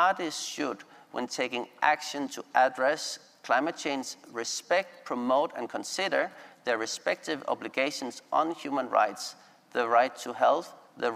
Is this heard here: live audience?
yes